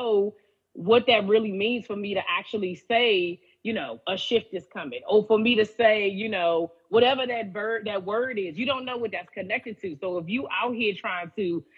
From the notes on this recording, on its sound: we are rewinding an Instagram Live Series from June 2021